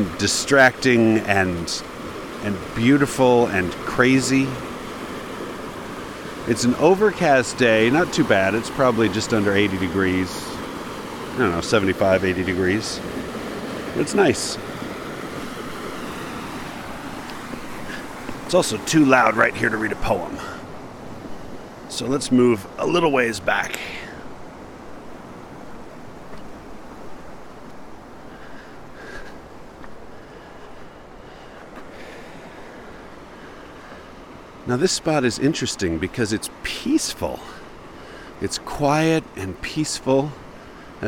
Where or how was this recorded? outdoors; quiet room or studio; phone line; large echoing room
outdoors